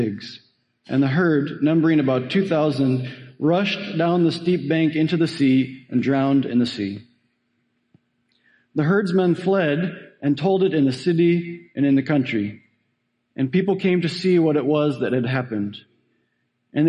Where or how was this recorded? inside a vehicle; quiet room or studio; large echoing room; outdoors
large echoing room